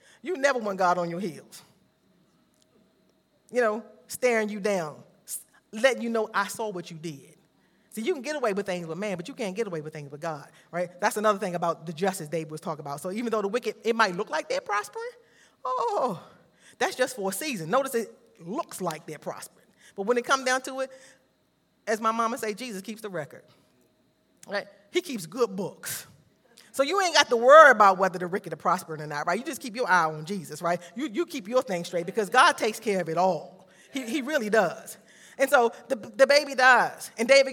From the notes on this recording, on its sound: This sermon was recorded live on July 10th, 2022 at Newark United Pentecostal Church.